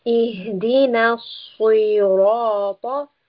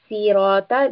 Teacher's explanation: And the first letter is a sad. So sad is a heavy letter. We will have a full mouth with the tongue raised · Shown in: first take